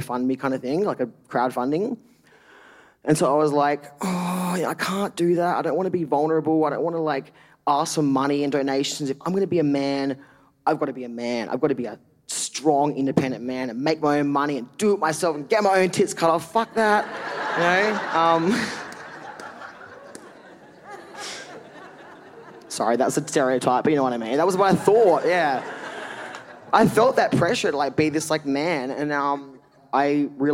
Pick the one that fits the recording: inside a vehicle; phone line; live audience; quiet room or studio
live audience